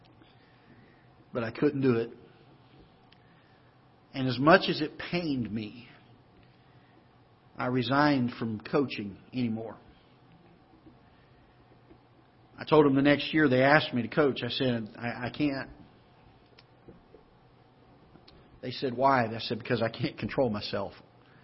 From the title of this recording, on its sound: Ketha Heights Baptist Church ~ Live Broadcast